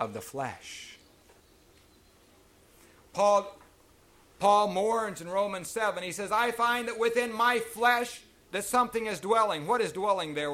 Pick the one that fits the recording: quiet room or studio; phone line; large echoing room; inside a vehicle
large echoing room